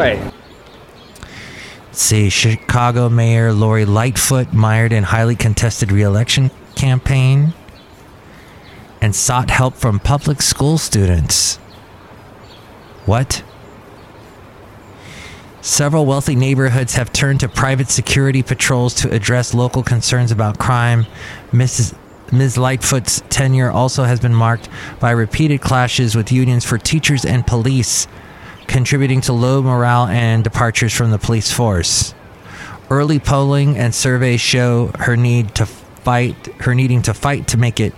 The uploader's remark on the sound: podcasts live from Cafe Anyway